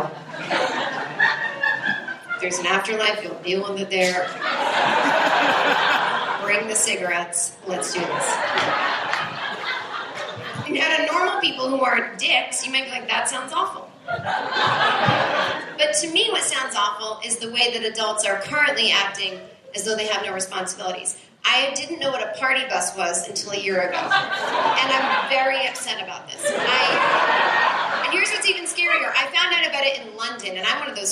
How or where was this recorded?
live audience